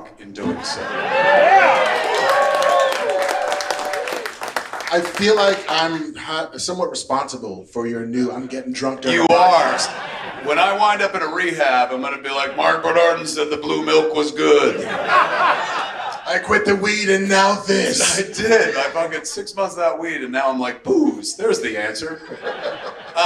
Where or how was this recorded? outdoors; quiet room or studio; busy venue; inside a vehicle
busy venue